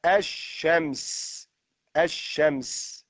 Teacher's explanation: إذن نحن ننطق ألفا بعدها شين مشددة